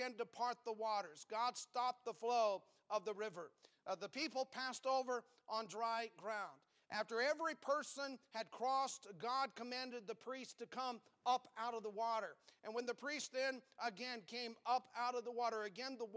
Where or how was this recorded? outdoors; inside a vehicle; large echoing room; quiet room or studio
large echoing room